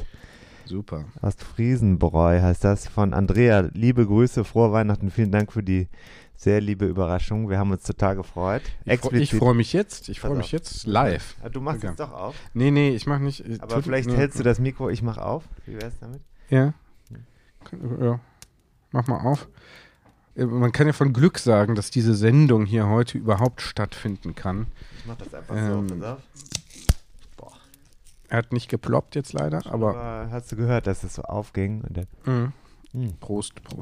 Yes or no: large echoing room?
no